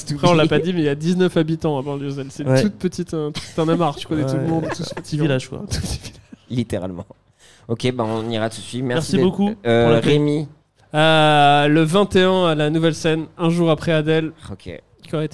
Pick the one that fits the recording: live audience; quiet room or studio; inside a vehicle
live audience